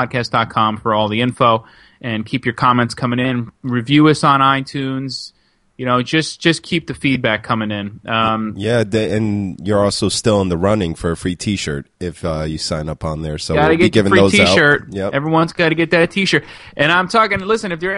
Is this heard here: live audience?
no